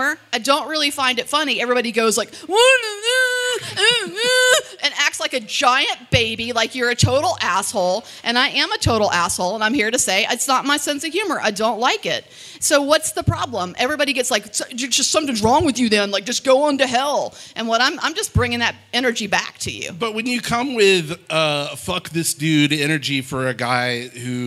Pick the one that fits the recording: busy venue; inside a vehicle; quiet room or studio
busy venue